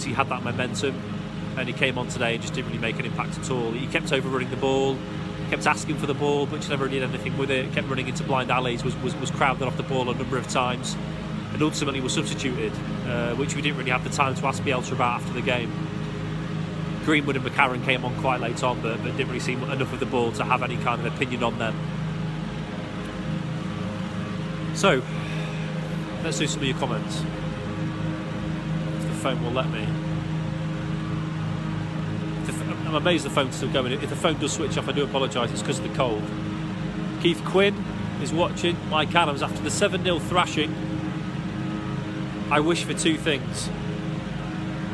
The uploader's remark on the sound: Live in the ground with another post-pod as Leeds lose out to Arsenal.